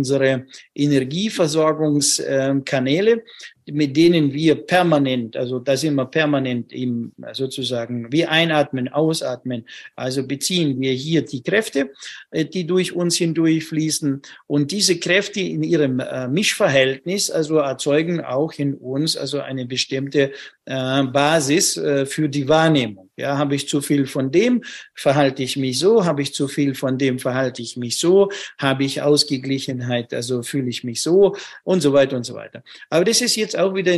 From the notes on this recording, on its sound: Live Webinar.